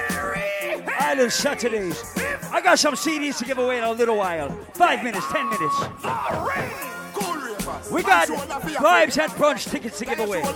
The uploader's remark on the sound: LIVE AUDIO from Island Saturdays on Jan 13th